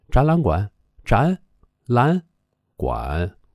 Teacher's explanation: 把前边两个三声都变二声